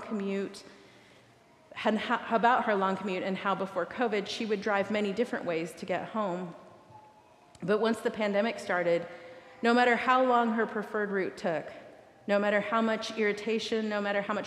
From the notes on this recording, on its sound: recorded live at the 10:00am service on Sunday, April 23rd, 2023.